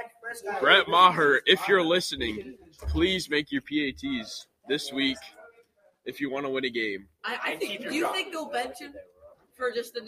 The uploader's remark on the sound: also includes some background noise